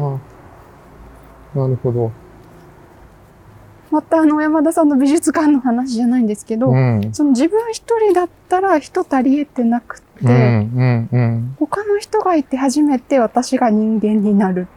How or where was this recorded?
outdoors